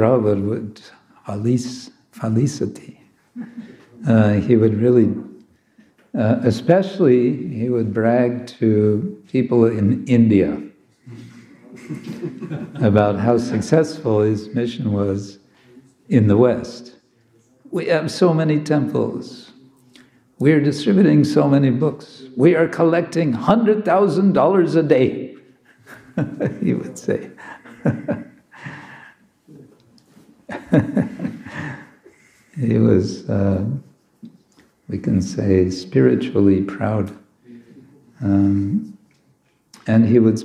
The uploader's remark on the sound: Friday evening lecture from ISKCON Zagreb